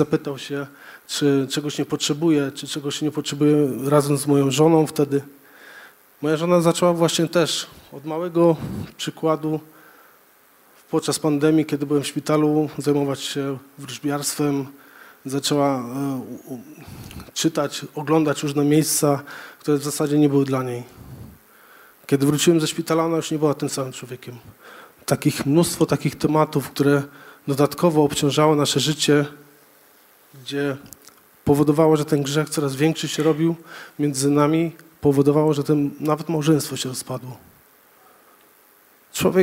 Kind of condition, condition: setting, large echoing room